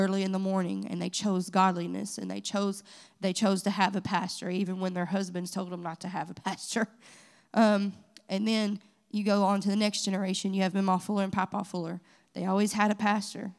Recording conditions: large echoing room